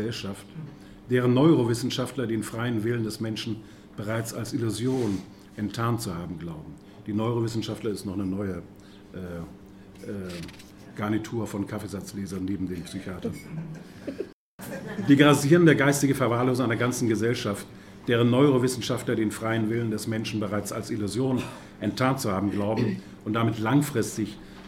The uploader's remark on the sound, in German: auf der Jahrestagung des BPE